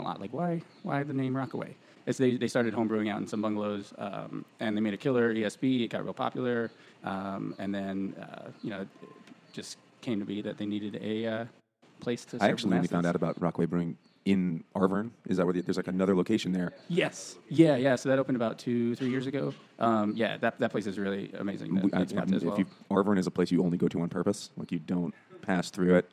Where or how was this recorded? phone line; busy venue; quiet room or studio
busy venue